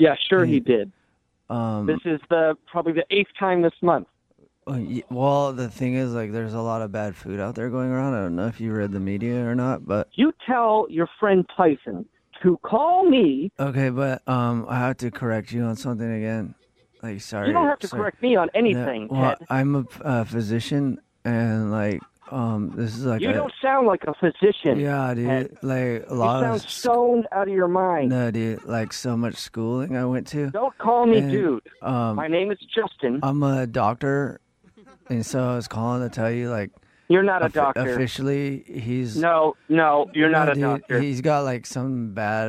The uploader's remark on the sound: Phone Tap